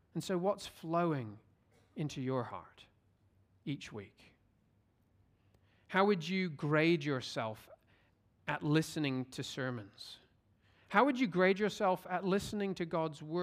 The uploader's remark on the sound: at Covenant Hope Church in Dubai, UAE on Sept 3, 2023